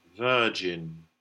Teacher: And there we show it with the capital schwa, if you like, because it's in that stressed. And the R is then taken into the vowel. It's not separate.